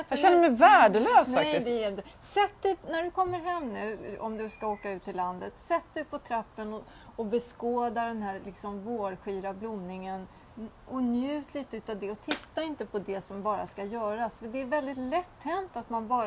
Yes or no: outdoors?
yes